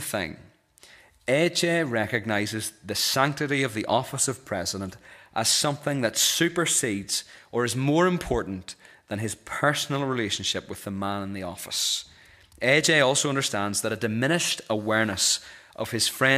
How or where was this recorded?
large echoing room